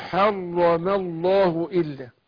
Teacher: حر، شوف الراء فخامه ازاي